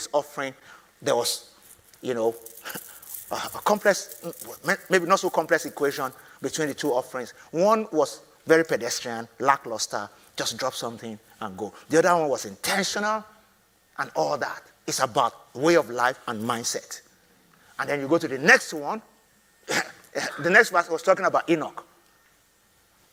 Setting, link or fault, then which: setting, live audience